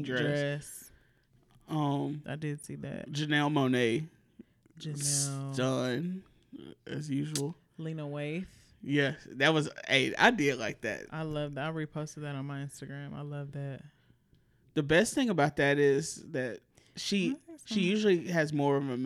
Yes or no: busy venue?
no